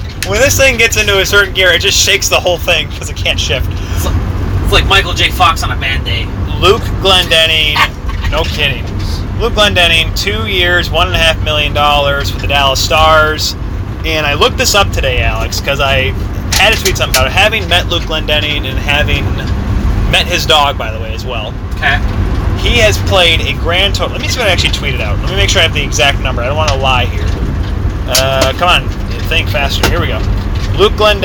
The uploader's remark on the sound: The Free Agent Truckcast. While driving a moving truck.